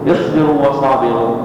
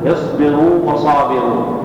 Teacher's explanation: فتبين الواو الأولى وتمكنها · Shown in: second take